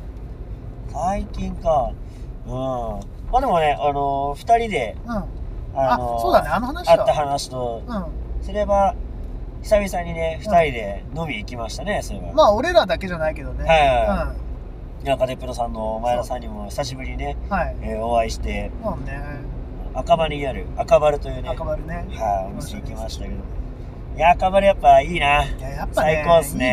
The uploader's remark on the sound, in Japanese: 136回目は普段と違い車内での録音となります。スーパー銭湯に向かう道中の車内トークをお届けします。